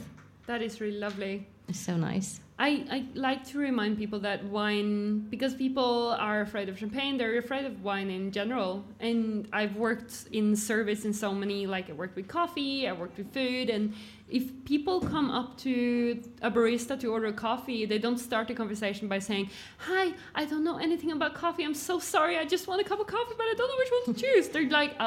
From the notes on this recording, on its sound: Bonus episode from the LIVE PODCAST at the Bra Kokt Festival in Bergen!